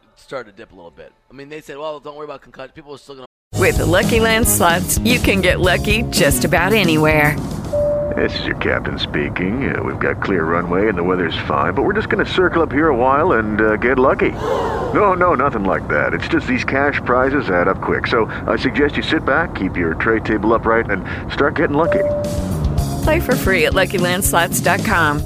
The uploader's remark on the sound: Live from The Ruby Isle Auto Land O' Lakes All-Star Game.